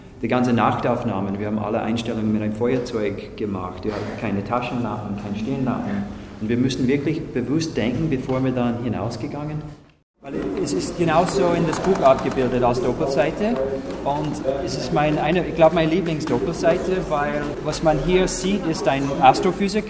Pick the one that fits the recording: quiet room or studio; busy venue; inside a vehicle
busy venue